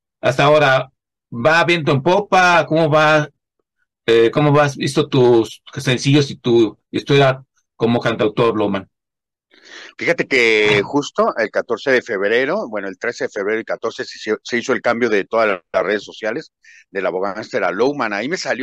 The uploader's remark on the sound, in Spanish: Charlamos via zoom